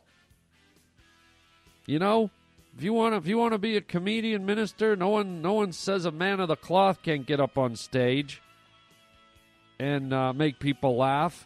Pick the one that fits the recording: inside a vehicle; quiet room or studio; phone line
phone line